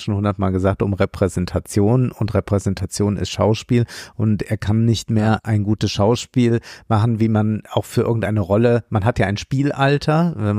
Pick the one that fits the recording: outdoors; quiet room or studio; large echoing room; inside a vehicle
quiet room or studio